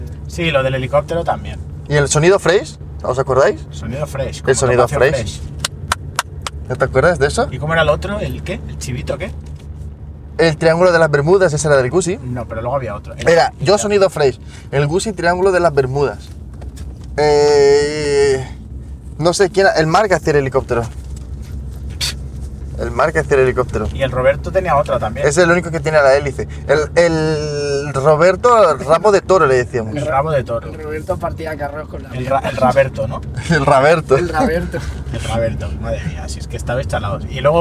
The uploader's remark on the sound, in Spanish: grabado en el coche mientras íbamos a alguna parte